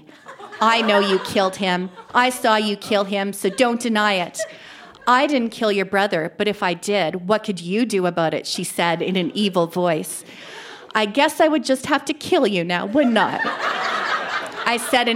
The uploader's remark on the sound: Recorded live at the Artesian in Regina, SK.